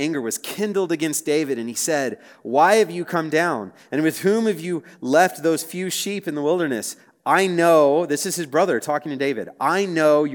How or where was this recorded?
live audience